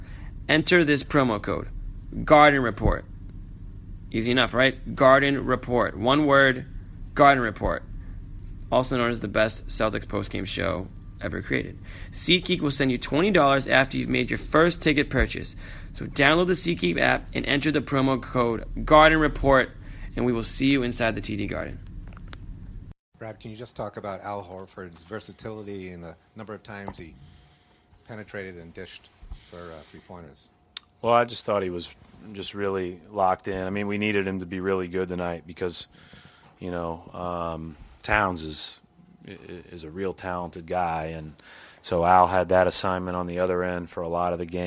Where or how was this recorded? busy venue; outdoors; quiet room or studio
busy venue